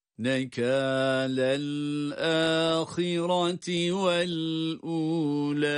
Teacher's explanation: Önce cezimli bir lam. Nekâlel derken lel harekeli lam cezimli lama bağlanıyor. Sonra da hemze uzatılarak.